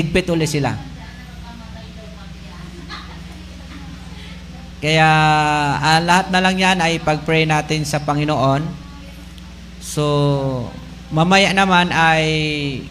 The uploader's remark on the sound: LIVE SUNDAY SERVICE OF MISSIONARY BAPTIST CHURCH POLANGUI. FB LIVE NG BEST105FM INTERNET TV INTERNET RADIO BROADCASTING.